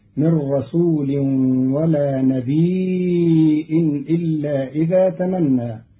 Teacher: قرأ قالون كلمة نبي بتخفيف الياء ساكنة مع همز بعدها فتصير مدا متصلا يمد قدر أربع حركات